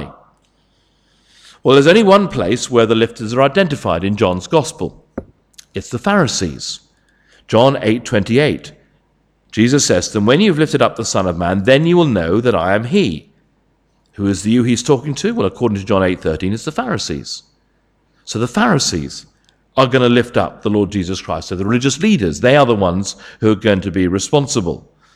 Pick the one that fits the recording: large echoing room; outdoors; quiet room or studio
large echoing room